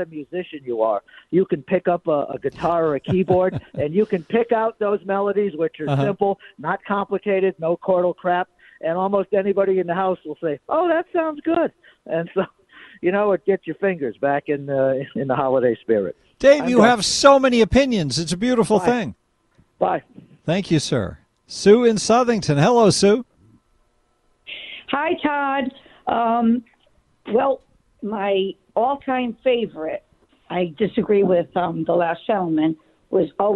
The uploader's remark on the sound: Take a few more phone calls on famous encounters.